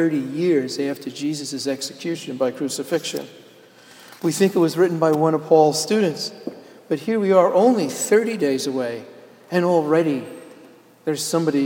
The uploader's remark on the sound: Sermon delivered at Jan Hus Presbyterian Church and Neighborhood House April 15, 2012